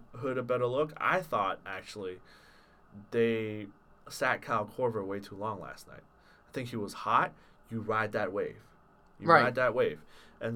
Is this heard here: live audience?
no